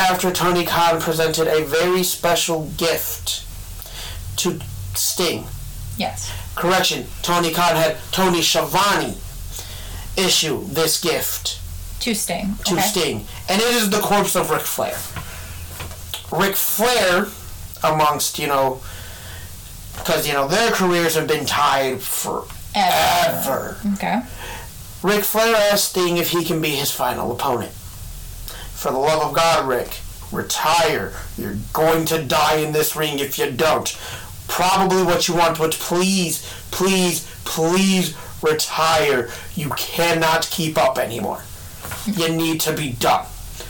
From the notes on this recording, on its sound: Headphone warning* We are still working out the kinks with this new site so please give us a couple episodes before everything is back to sounding 100%.